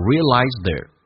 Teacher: realize 跟 there 可以有一个连音，把 th 击穿